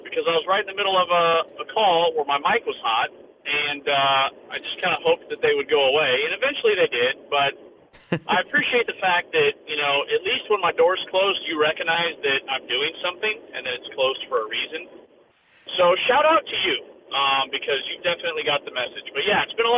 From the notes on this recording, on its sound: live from the road on his way to Arkansas